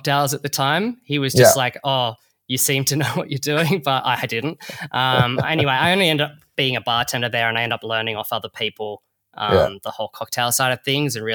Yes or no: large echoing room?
no